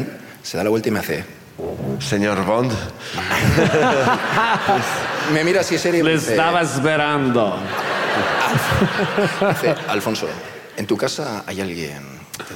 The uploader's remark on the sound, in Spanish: El público de Bilbao